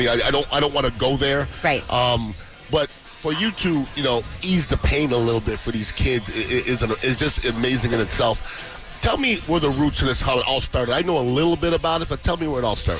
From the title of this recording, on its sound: Live from Pin Chasers for the Apple-a-Day iPad party!